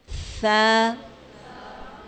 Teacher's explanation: ज़बान की नोक और सनाया उलिया का सिरा